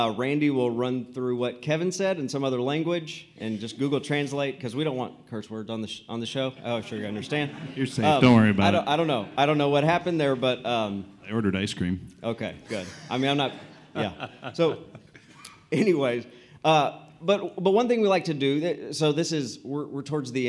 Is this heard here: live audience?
yes